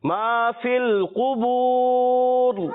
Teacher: इसमें कॉफ पुर है, मोटा कर करके पढ़ेंगे, ठीक है, हुर्फ मद्दा एक अलग खींचेंगे, जब वफ करेंगे तो यहाँ लंबा करके पढ़ेंगे मद हो जाएगी, ठीक है।